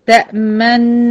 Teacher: أثناء أداء الغنة بعمل ضمة كده، أختلس ضمة كده في النص، أشم ضمة، ها، أشم الضم كده وأرجع أكمل. · Term: الإشمام